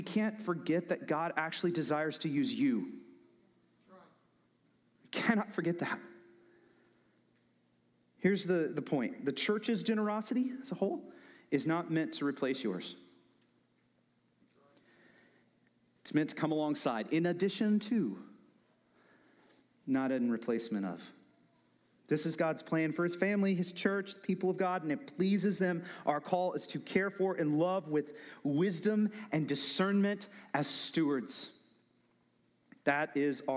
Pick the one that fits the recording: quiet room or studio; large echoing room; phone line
large echoing room